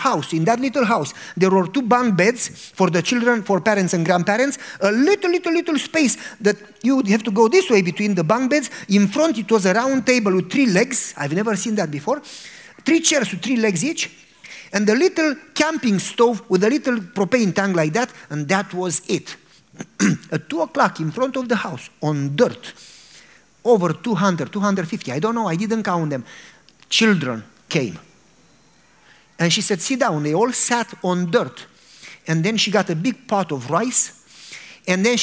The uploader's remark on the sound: a religious sermon and prayer to an audience